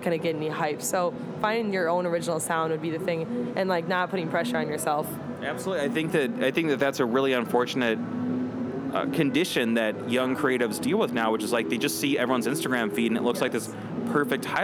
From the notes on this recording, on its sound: Interview recorded at SXSW 2018.